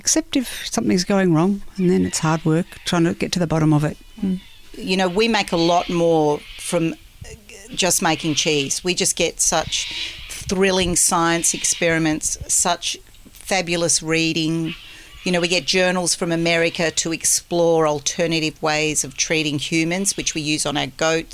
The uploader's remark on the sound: We sat on the deck at Sutton Grange Farm with their kelpie and a pot of tea